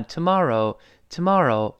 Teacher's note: 注意 tomorrow 那个字母 R，还是要勾舌的